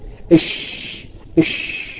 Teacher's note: ان صوت الشين تفشى في الفم حتى اتصل بمخرج الراء